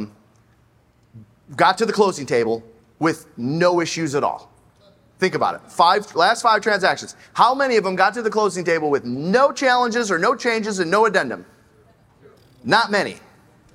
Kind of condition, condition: setting, live audience